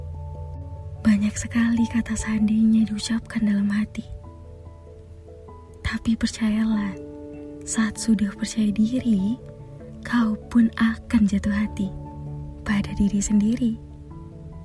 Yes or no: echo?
no